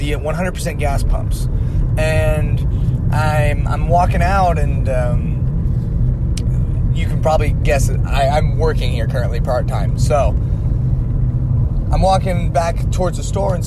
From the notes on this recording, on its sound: The audio quality of this one is not that great due to the fact I was on the road.